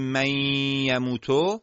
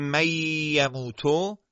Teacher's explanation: وقتی میگیم من یموتو صدا باید توامان از دهان و بینی خارج بشه · Shown in: first take · اگه ما خالص بگیم من یموتو، یعنی بدون اینکه صدا بینی بیاد، این ادغام اشتباهه. · Term: غنه نون ساکنه